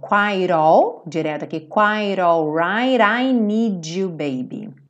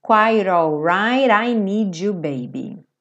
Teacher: E aí o T virou rarara. Então ficou quite all, direto aqui, quite all right, I need you, baby.